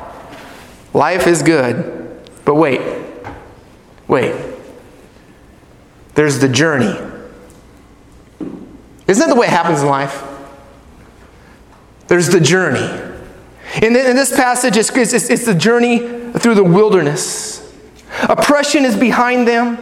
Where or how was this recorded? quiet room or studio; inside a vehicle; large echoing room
large echoing room